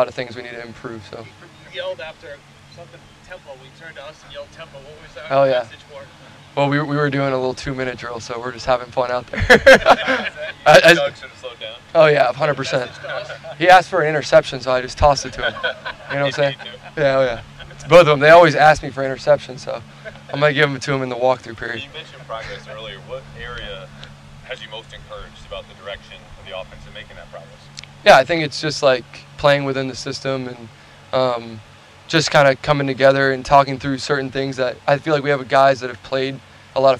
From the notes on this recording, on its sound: addresses the media during his press conference on Monday, June 12, 2023.